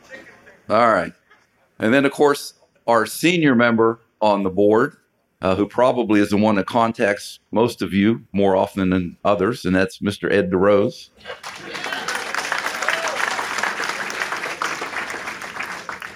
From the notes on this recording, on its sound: 2019 Hall of Achievement Reception. This episode was recorded July 26, 2019 at the Ramada in Beaver Falls, Pennsylvania.